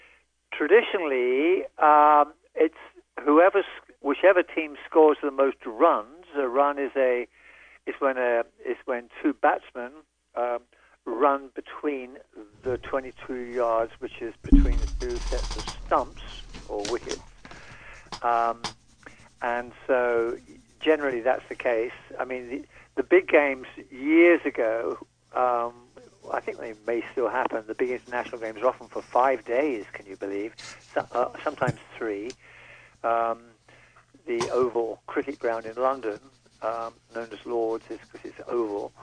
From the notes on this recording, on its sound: an hour of community call ins